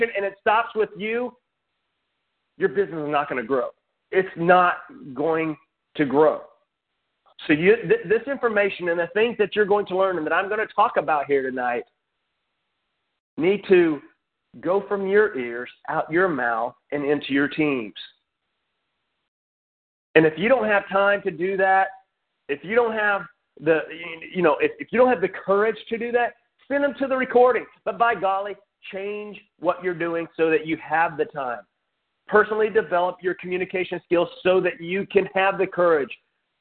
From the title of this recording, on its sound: Team Elite Conference Call